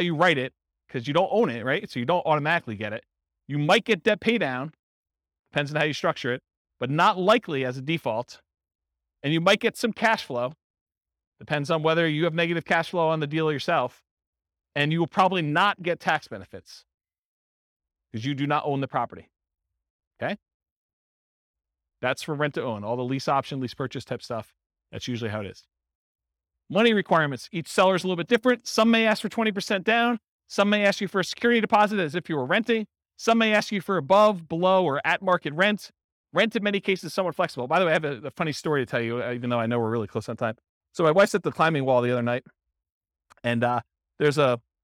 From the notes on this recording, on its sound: This was a live class recorded